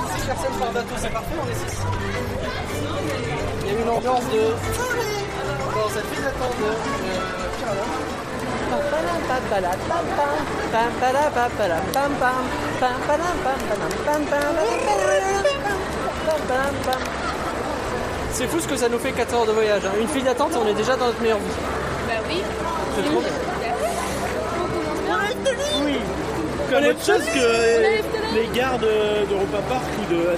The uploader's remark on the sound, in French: Reportage DEPUIS Efteling, le parc qui bouscule Disney !